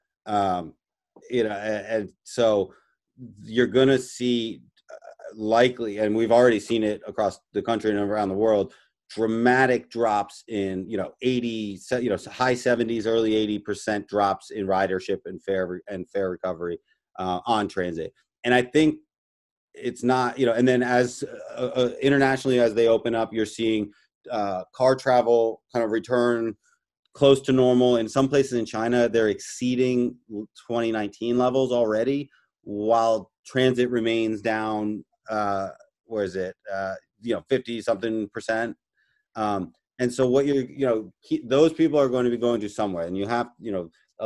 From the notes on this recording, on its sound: This is episode was recorded remotely.